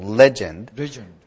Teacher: So put the accent on the first syllable